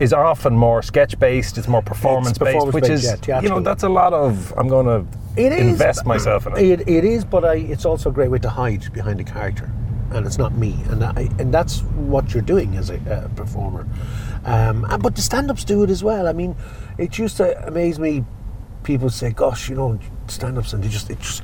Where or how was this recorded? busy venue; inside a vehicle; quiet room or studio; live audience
inside a vehicle